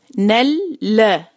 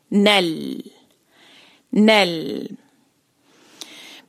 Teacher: لام پہ آپ نے خیال رکھنا ہے کہ اس پر کلکلا نہیں کرنا · Shown in: second take